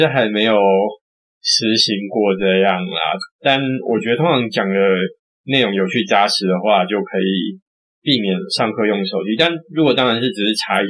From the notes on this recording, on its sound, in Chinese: 這次去噪後音質超差，早知道當初就別買電容式的麥克風了